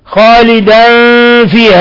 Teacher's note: تنوين فتح جاء بعده الفاء إخفاء حقيقي